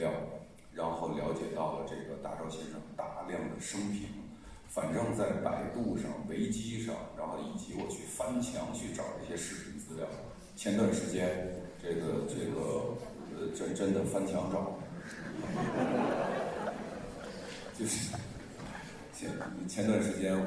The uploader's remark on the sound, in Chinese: 主创团队做客北京大学。在百周年纪念讲堂李莹厅与北大师生展开了深入的交流。北京大学广播台记者来到现场，跟踪报道了这一场重大而珍贵的活动。